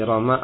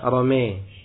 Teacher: Dan menyondongkan alif kepada ya. · Shown in: second take · Term: imalah